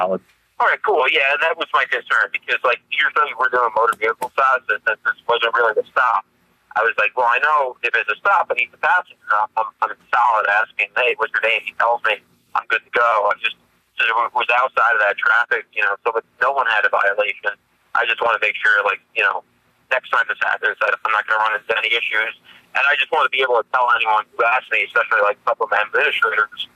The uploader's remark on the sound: takes a call and answers questions live